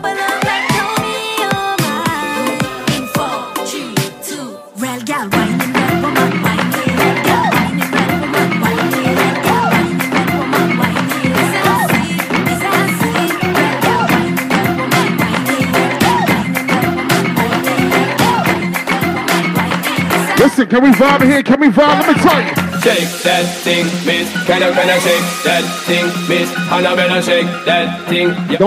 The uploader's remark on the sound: LIVE AUDIO RECORDING CLIP. INSIDE ZEN NIGHT CLUB HAMILTON ON MAY 21, 2022.